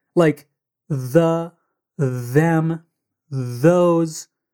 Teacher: some of the words have a voiced TH sound, which means that your vocal cords are vibrating. It actually kind of sounds like a Z, like the, them, those.